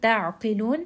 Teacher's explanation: Ayn is going to be from the middle of the throat and then qaf here is going to be heavy.